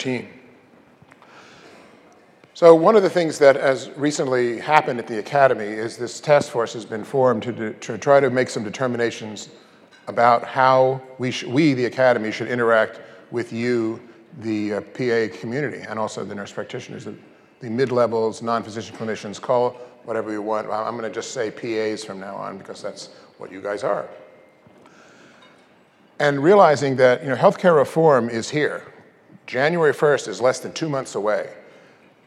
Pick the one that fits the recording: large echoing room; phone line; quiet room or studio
large echoing room